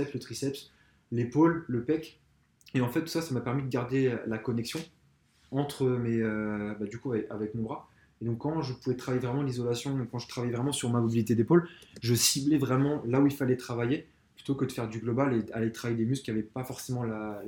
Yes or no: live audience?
no